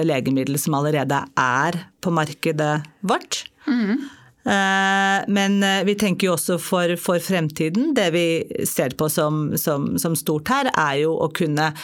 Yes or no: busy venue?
no